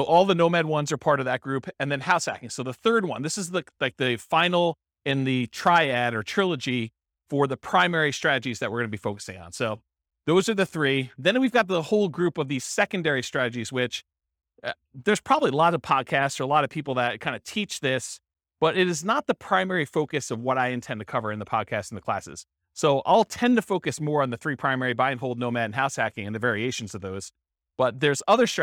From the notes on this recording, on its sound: This was a live class recorded